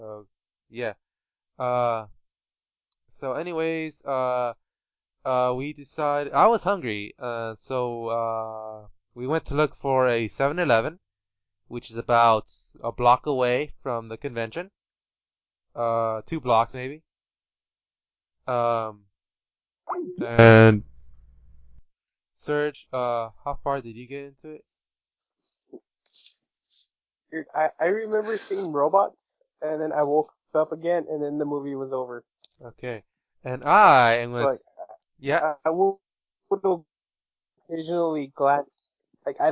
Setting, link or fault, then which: fault, poor sound quality